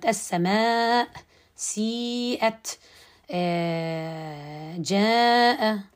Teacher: المد الواجب المتصل عنده على الإشباع قولا واحدا